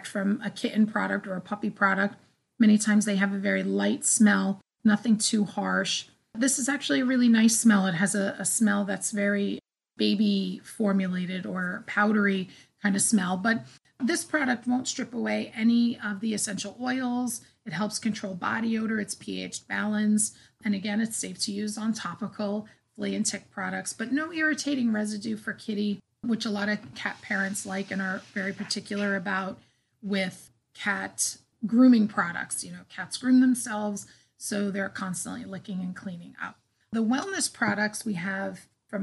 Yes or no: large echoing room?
no